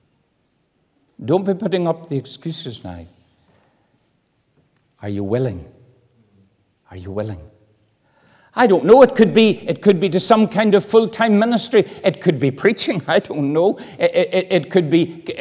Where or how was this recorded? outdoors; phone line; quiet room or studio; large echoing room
large echoing room